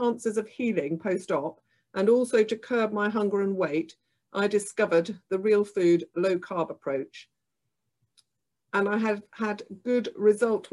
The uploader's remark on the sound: This recording is taken from the ' Healthy Lifestyle webinar ' on 5th March 2021